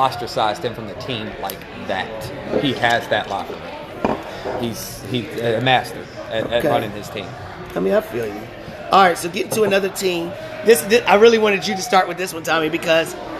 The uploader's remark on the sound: Live at Macados!